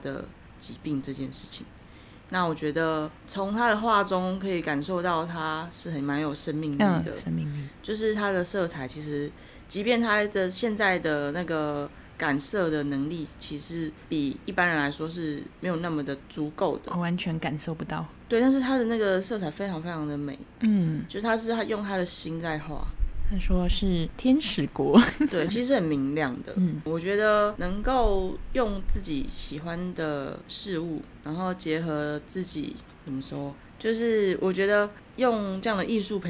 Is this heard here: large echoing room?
no